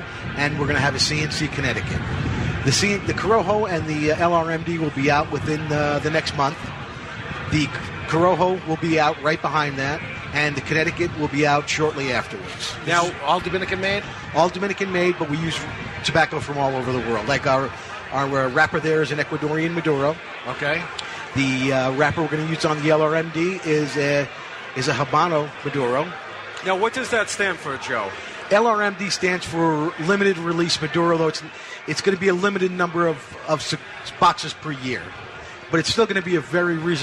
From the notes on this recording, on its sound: Live from Boulder, Colorado for the second annual Rocky Mountain Cigar Festival!